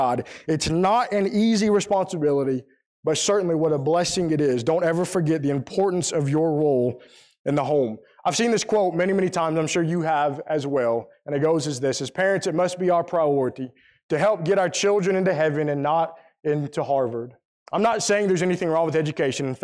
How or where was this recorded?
large echoing room